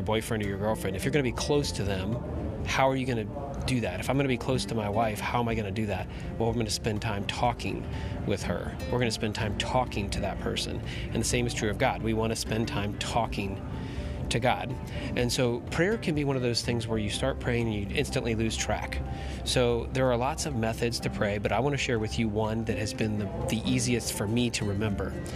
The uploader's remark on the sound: Sorry for the background noise - I was in an airport.